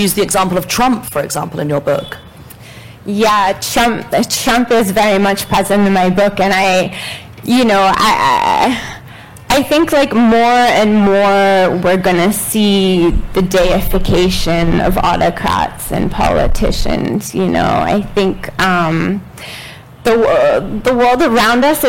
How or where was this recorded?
live audience